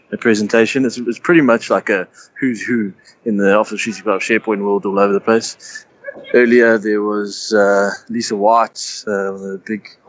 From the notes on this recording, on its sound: Episode 3 comes to you live from Atlanta for the Microsoft Ignite Conference